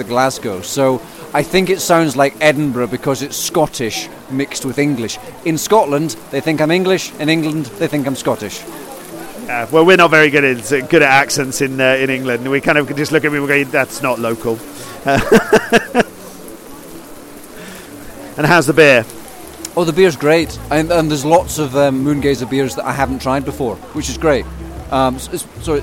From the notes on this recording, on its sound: Chats with various festival goers at Deepdale Hygge in late March. Chats with various festival goers at Deepdale Hygge in late March. We start the podcast with the dawn chorus from Deepdale.